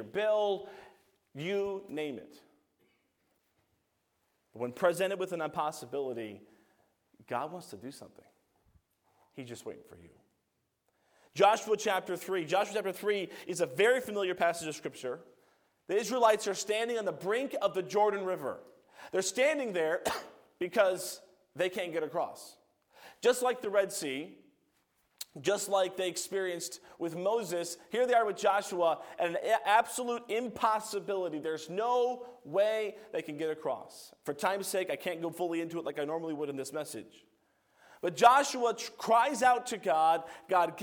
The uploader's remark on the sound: A message preached by Evangelist. From the chapel platform of Baptist College of Ministry.